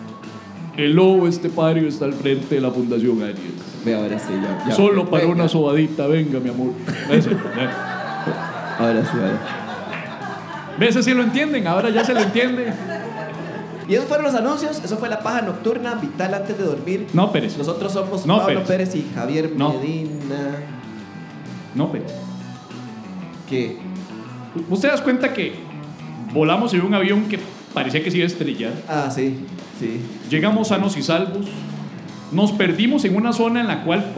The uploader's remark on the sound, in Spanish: Episodio en vivo desde Teatro Heredia